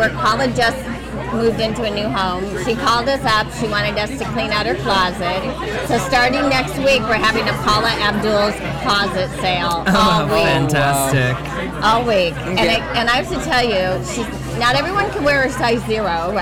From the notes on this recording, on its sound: broadcast live from the Kari Feinstein Emmy’s Style Lounge gifting suite from the world famous Mondrian Hotel on Sunset Blvd in Los Angeles